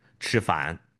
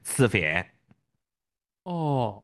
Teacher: 我们自贡人讲吃饭，能明显听到有翘舌音 · Shown in: first take